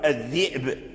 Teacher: قرأ قالون الذئب بهمزة ساكنة